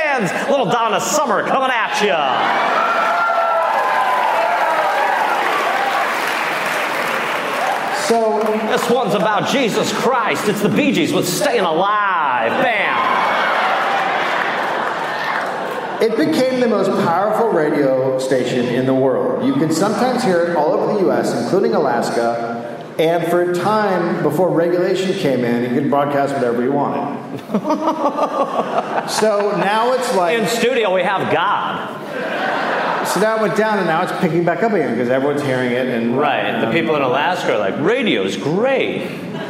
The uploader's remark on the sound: Recorded live in Chicago.